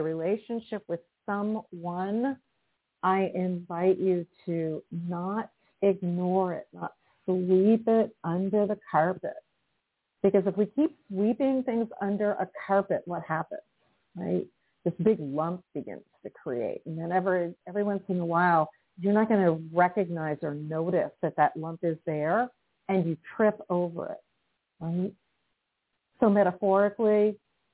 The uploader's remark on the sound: in response to callers' questions